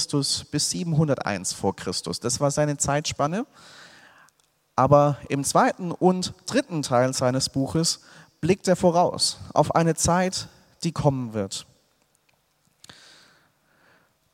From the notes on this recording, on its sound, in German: aus dem Gottesdienst der Liebenzeller Mission